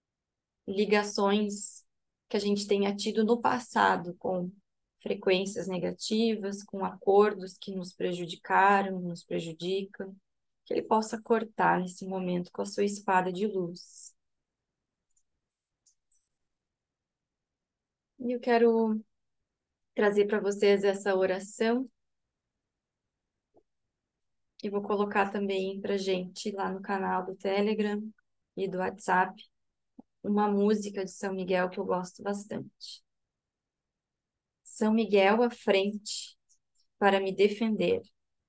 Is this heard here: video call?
yes